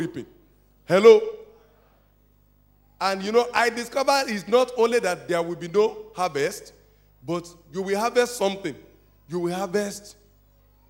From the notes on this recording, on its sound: This message was preached in April 2012 at RCCG,Jesus House,Port Harcourt,Nigeria.